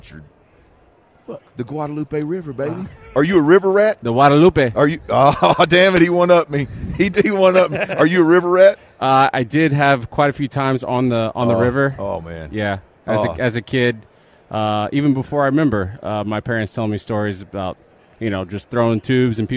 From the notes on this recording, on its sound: THE DRIVE is LIVE on Super Bowl Radio Row in Vegas.